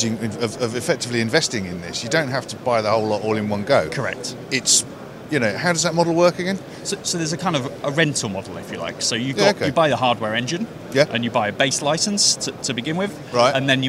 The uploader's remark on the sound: At IBC 2022